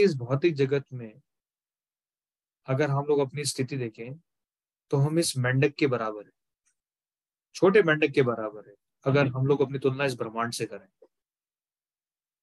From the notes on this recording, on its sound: Zoom recorded session